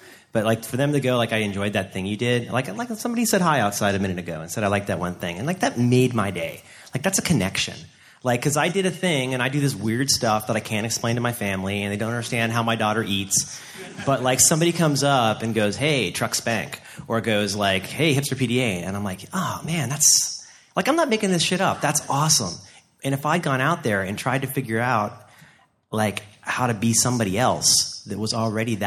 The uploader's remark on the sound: Blogging Panel at SxSW. Presented a talk at South by Southwest Interactive.